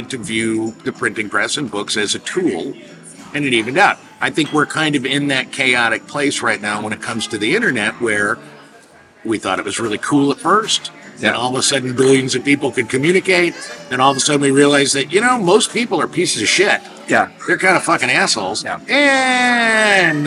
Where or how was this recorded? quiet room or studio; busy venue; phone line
busy venue